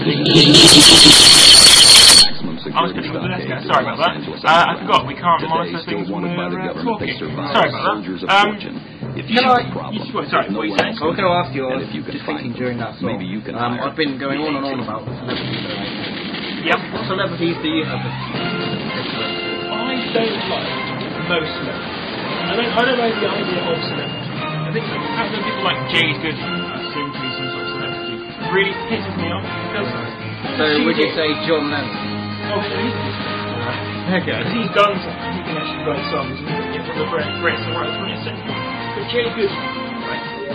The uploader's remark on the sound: The recording quality is mostly pretty bad, due to an incoming phone call for most the show. Live from the Plymouth 'studios'.